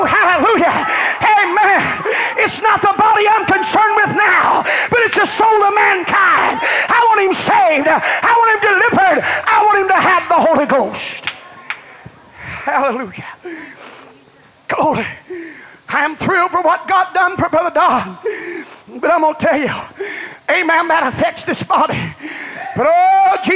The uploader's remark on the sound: This message was delivered at First Apostolic Church January 29, 1989.